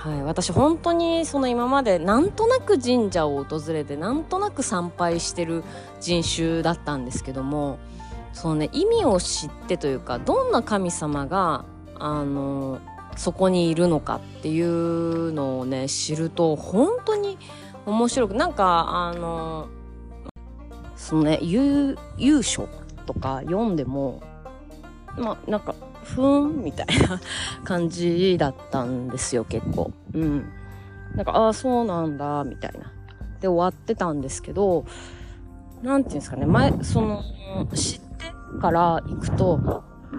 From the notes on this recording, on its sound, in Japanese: 途中、風の音でお聞き苦しいところがあります。